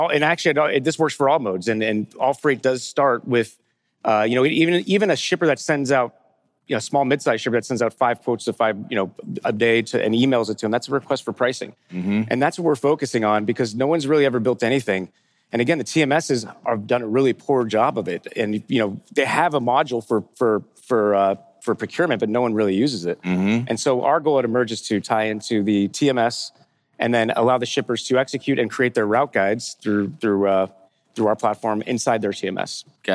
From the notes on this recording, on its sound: Fireside Chat: Emerge - Future of Supply Chain. The first fireside chat on the main stage of the Future of Supply Chain Conference in Northwest Arkansas.